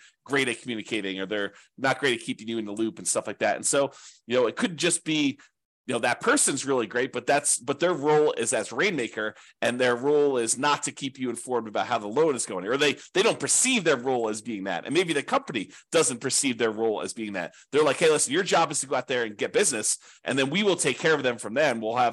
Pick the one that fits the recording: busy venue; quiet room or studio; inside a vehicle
quiet room or studio